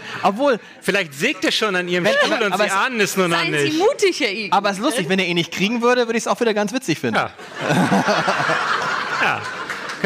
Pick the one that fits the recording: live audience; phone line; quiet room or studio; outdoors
live audience